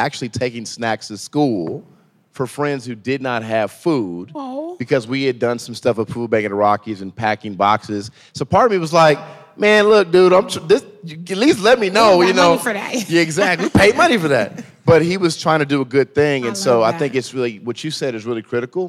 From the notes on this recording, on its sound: LIVE at Denver Startup Week. Elevated Denver hosted a live podcast recording.